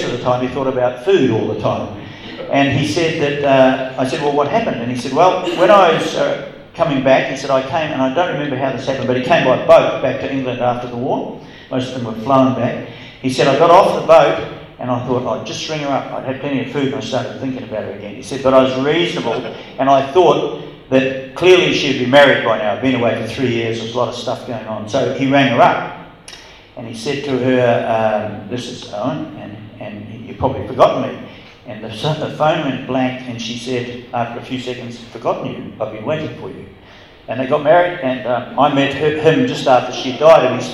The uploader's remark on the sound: live at the Wings Over New Zealand Forum Meet